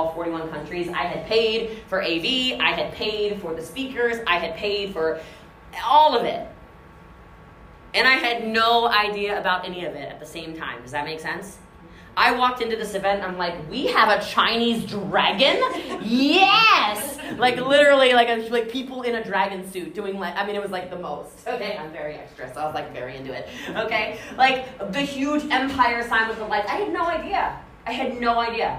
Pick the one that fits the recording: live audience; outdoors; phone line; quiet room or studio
live audience